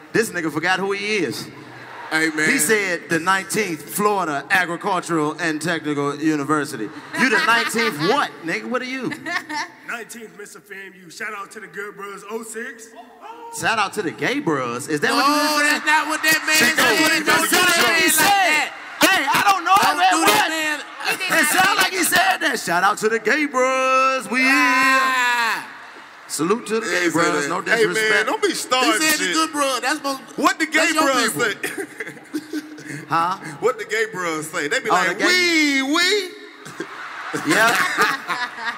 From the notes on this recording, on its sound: THE FAMU HOMECOMING STAND - UP COMEDY SPECIAL. The school shut the lights and microphones off.